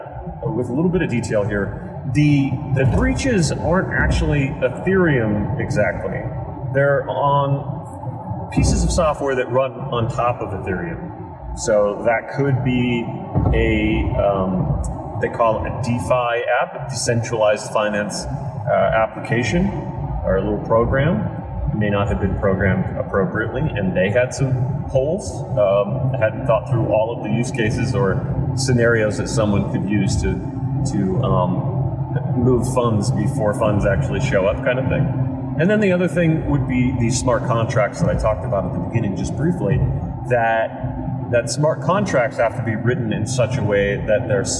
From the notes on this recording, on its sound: Sorry for the audio quality issues, but this one has a enough good info to warrant putting out a podcast that is technically subpar.